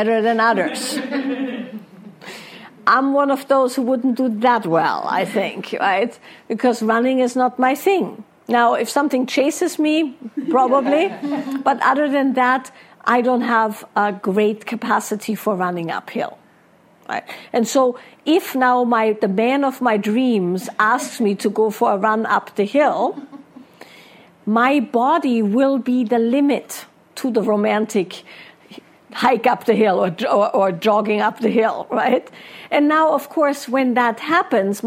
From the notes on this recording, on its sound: Live Q&A from a recent Wild Woman's Way event in Ojai, California.